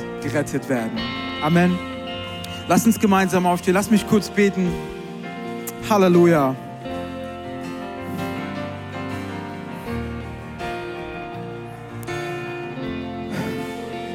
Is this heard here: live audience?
yes